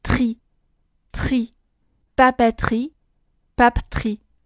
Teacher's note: 倒数第二个“呃”也是不发音的，所以 t 还有 r 直接构成了一个辅音群 · IPA: [papɛtri; pap(ə)tri]